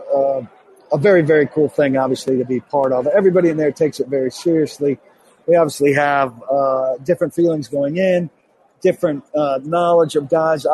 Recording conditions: busy venue